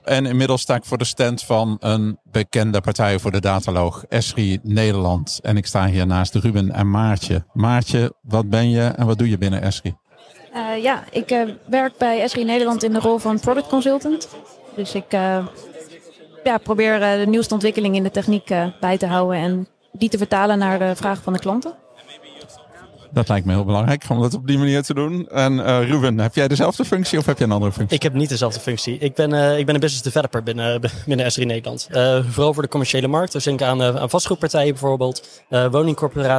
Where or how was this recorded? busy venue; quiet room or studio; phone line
busy venue